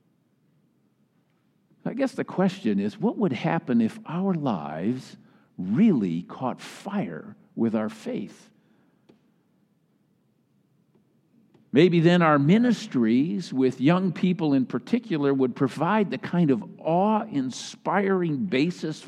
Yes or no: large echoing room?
yes